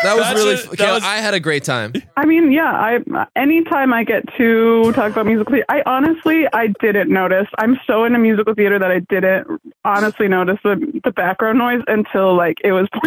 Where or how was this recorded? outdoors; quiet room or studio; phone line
phone line